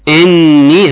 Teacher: نون حرف غنة مشدد يغنى بمقدار حركتين